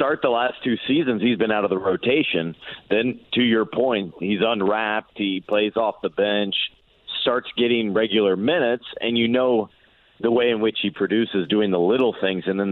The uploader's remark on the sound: They then turn to the phone lines, and talk to listeners